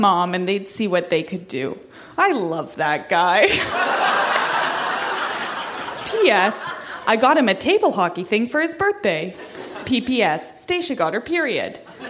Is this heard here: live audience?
yes